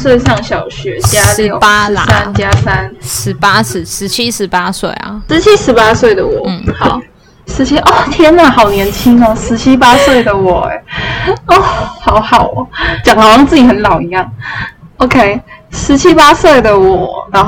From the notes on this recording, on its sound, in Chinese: 本集音質直接大爆走我真的很抱歉